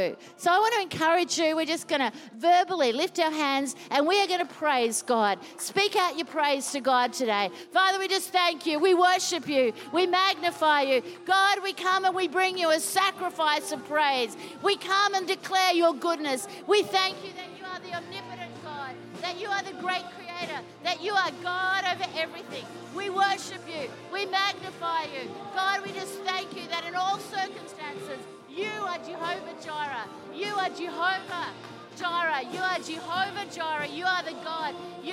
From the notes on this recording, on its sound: Recorded during our 9am service